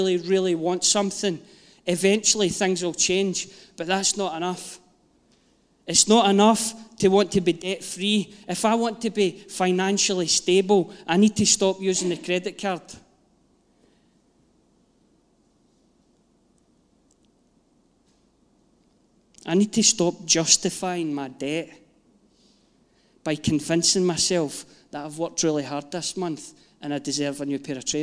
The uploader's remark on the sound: Live from our Sunday gathering 03/07/22